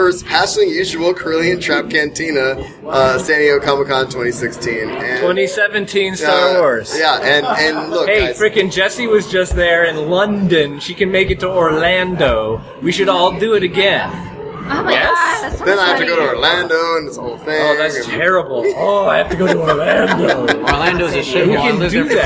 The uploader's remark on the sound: This special episode was recorded at Mission Brewing Company during San Diego Comic-Con! Was recorded in a loud environment with people talking over each other and picking frosty beverages up and down.